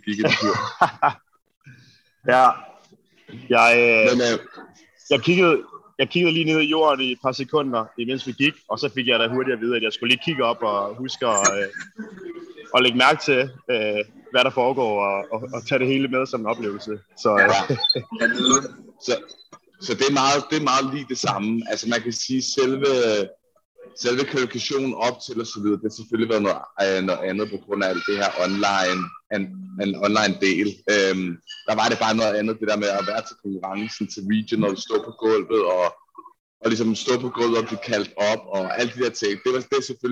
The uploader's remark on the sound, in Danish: Lyden efterlader desværre meget at ønske sig, og har sjældent set dårligere dage. Med på et opkald fra Madison, Wisconsin.